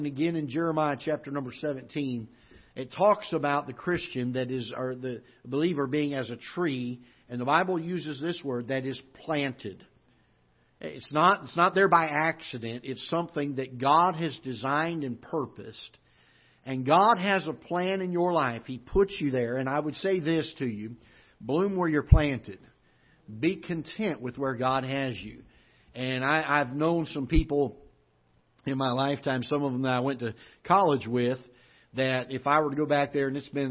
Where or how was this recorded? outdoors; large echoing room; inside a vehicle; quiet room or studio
large echoing room